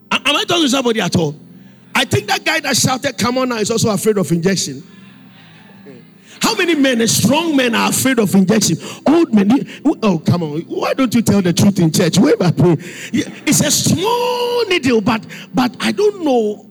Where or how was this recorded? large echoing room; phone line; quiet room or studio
large echoing room